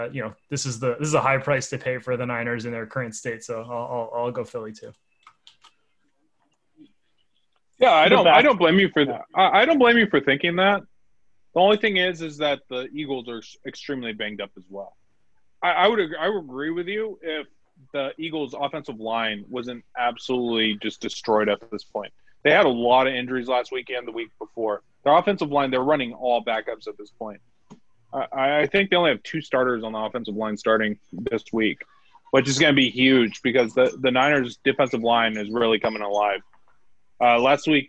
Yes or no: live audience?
no